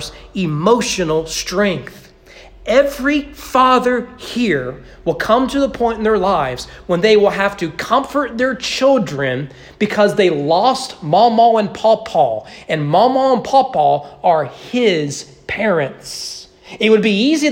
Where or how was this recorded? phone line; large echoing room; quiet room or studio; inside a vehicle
large echoing room